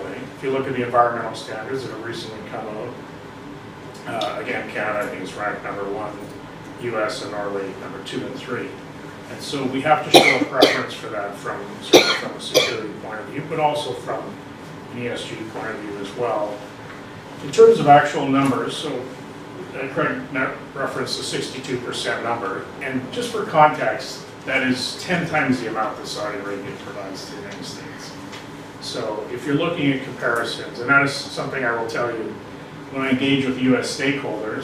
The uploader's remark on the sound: This lecture took place at The Institute of World Politics on April 17, 2023.